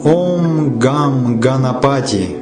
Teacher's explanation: Сначала произносится согласная «га», затем первая из гласных «а» и носовой звук в образе полумесяца с анусварой. Вместе с таро-мантрой, то есть ОМ, эти звуки образуют форму мантры, то есть ОМ ГАМ ГАНАПАТИ.